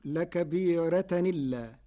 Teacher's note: لكبيرة إلا. قرأ ورش بنقل حركة الهمز إلى الساكن قبله فتصير لكبيرة إلا مع ترقيق الراء على لغة العرب.